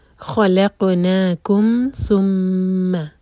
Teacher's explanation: ہونٹ ہمارے آپس میں ٹچ ہوتے ہیں اور انر لپ سے میم ادا ہوتا ہے اور آواز ناک سے بھی آتی ہے. خلقناکم ثم، میم پر غنہ، میم پر شدہ ہے اور ایک حرکہ لمبا.